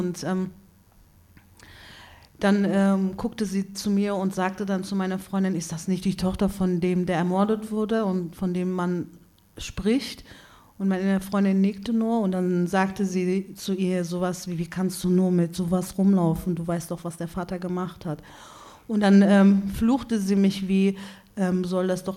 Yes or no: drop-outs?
no